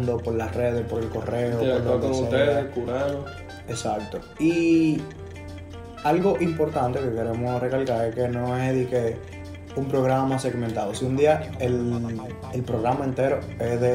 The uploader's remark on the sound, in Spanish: Primer programa de ensayo, donde grabamos con: Un celular, jugando play, en una sala, y más lejos que el diache del mismo cel.